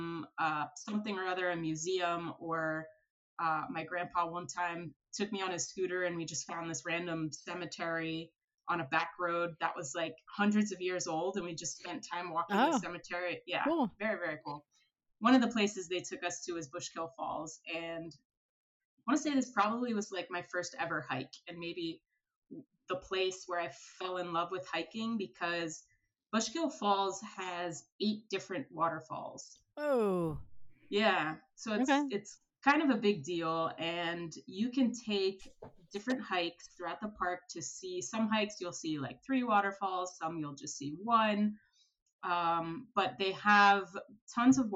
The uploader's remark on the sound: For some reason, we had really awesome audio issues for this episode, so we apologize in advance.